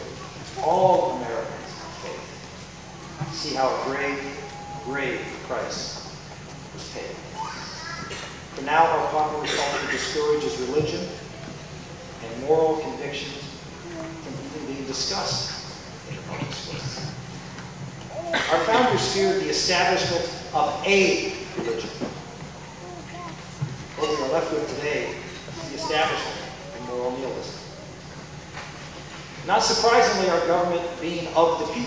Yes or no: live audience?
yes